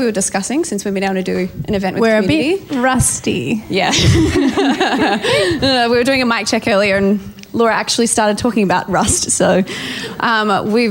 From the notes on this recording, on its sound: Our first KIC POD LIVE. KIC Pod's first ever live recording.